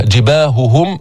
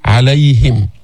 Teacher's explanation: فالهاء حرف حلقي يخرج من أقصى الحلق